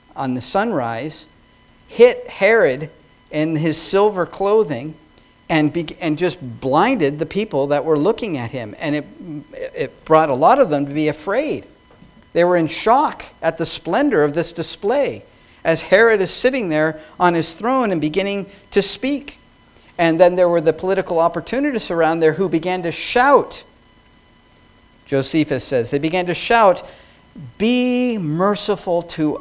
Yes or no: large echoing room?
yes